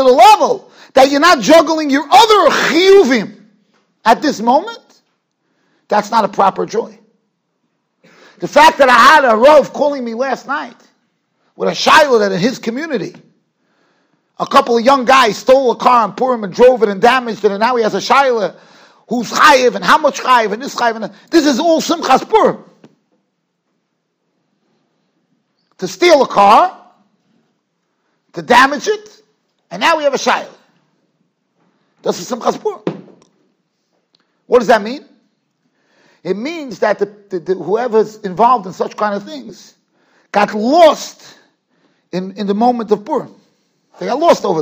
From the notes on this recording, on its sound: Shiur recorded in Yeshivas Ohr Reuven, Monsey NY.